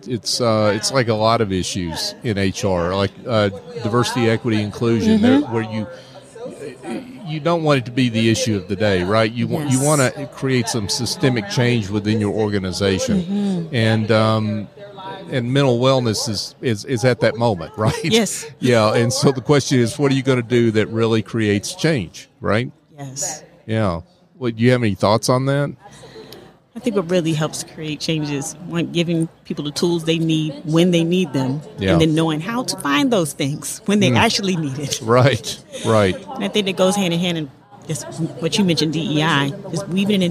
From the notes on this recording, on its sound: LIVE at the Business RadioX® remote at SOAHR 2023